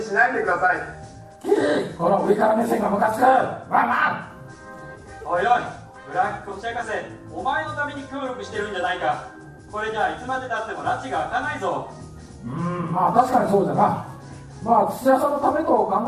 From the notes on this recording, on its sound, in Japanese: 公開録音の模様をお届けいたします。明石市立天文科学館のイベント、てんもん春分祭で。